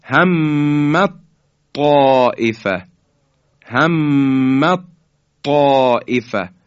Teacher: در اینجا دیگه هیچ اثری از تی دو نقطه که ضعیفتر از حرف طائه باقی نمیمونه. بیم میگیم ادغام تام.